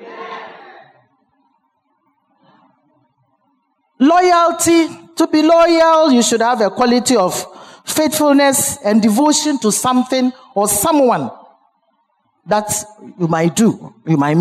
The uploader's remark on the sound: Sermon preached at CBC Adabraka Campus